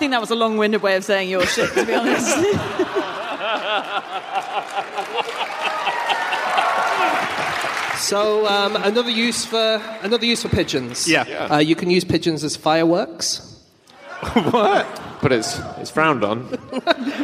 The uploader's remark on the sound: Live from Berlin